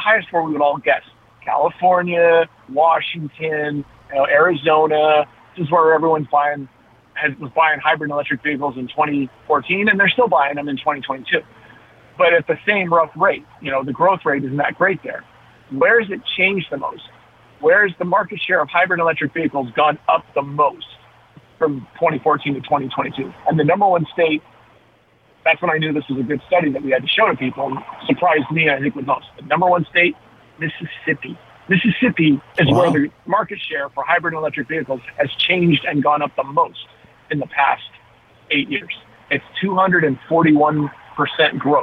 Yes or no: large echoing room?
no